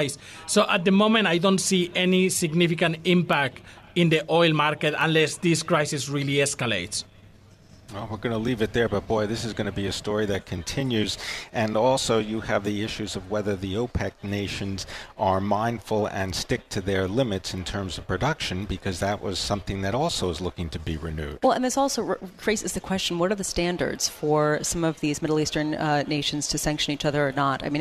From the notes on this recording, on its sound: Live from Commonwealth Financial Network's 2017 Retirement Symposium in Boston.